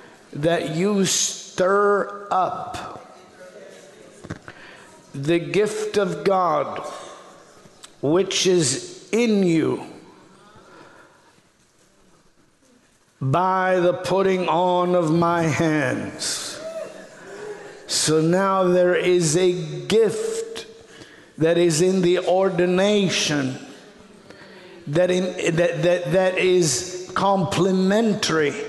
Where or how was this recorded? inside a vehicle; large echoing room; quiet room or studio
large echoing room